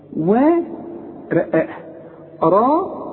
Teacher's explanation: مد شفايفك على هيئة قبلة، والمد بتاعها كمان مفخم